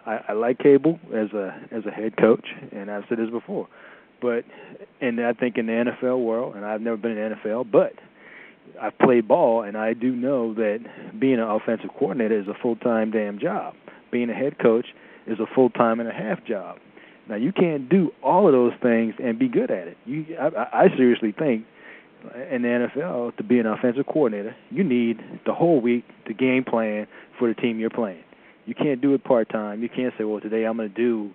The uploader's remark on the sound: Raider Nation “Boneline” Call-in Segment